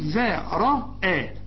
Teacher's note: هنرقق الذال، هفخم الراء